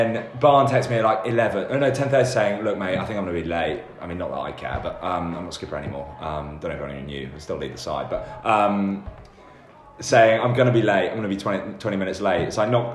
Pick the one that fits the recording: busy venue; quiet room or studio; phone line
busy venue